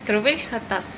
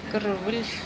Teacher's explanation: «Крвельхатас» – «разговаривать». Там 5 согласных подряд идет. Гласные появляются только в окончании.